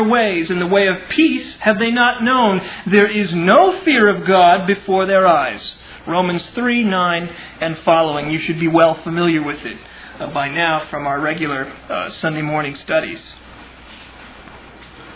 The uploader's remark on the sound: Originally delivered on 28 May 2000 at Sovereign Grace Baptist Church in Van Alstyne, TX.